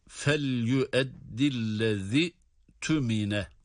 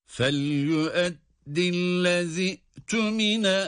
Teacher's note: biz zal harfinin esresini direkt sonraki kelimede yer alan hemzeye cezimli olarak bağlıyoruz